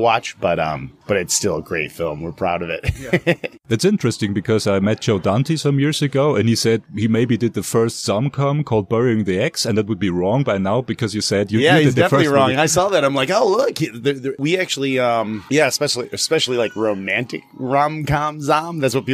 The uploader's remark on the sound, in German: Ein weiteres Interview präsentieren, das wir auf dem letztjährigen Hard:line Filmfestival geführt haben. Zu Gast in Regensburg.